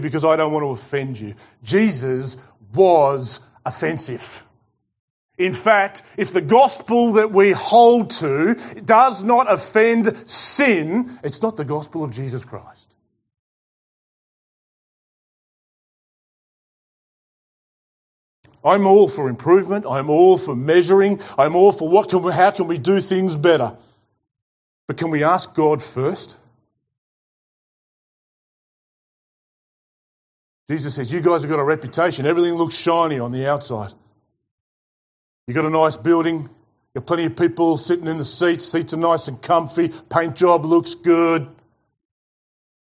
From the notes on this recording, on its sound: Preached to The Rock Christian Church on Sunday 17 October 2021.